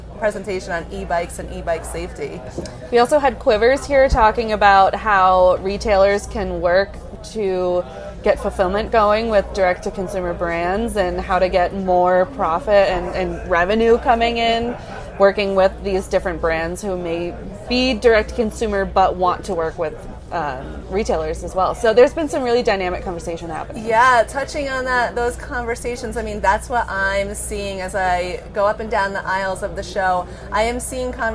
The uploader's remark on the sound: Live from the Big Gear Show Day 1. Broadcast live from the show.